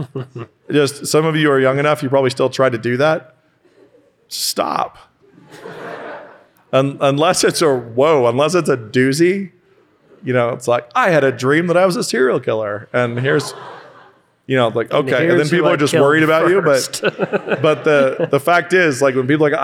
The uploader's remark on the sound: The SASF guys take on another studio audience of more than a hundred high schoolers visiting Moscow for New Saint Andrews College's Called Conference.